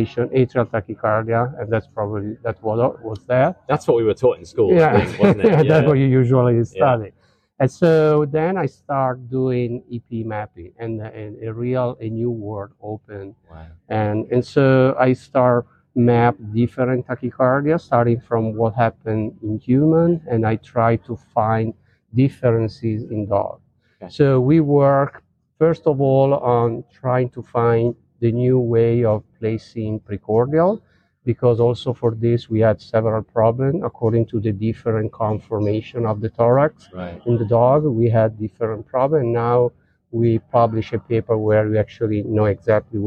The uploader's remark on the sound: Live Special, from ECVIM Congress 2023. Recorded live at ECVIM Congress in 2023.